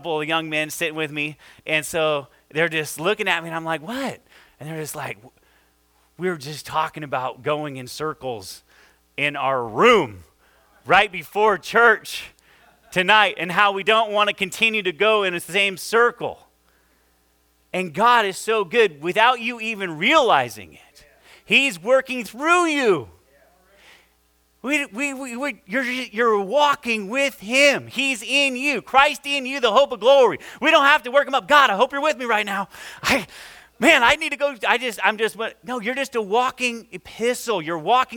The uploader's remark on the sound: this is our first service audio